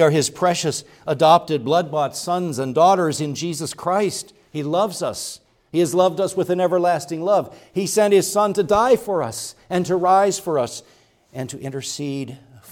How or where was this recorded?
large echoing room